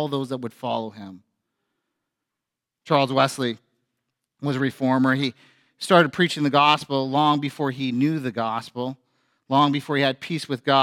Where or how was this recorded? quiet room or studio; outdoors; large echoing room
large echoing room